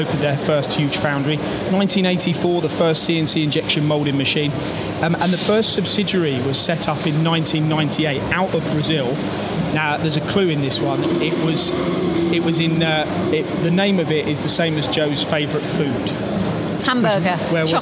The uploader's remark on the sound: Recorded from the recent ROMI open house